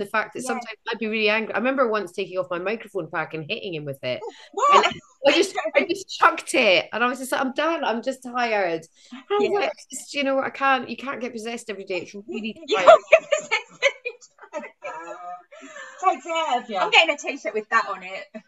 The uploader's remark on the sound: Over Zoom one morning.